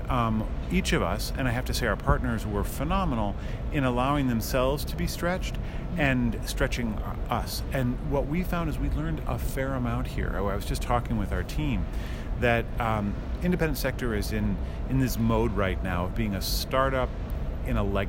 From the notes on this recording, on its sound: Our Common Future conference was held in Detroit, Michigan at the end of October 2017. Our Bonfires team was invited to podcast from the Our Common Futures conference which was held in Detroit at the end of October 2017.